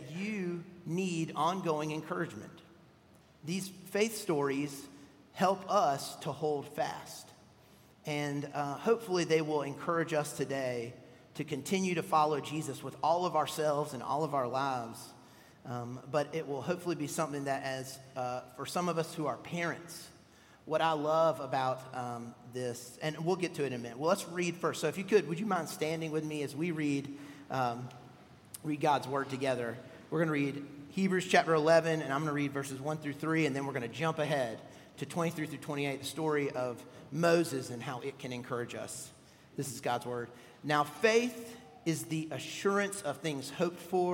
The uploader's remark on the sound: at Redeemer Presbyterian Church in Charleston, SC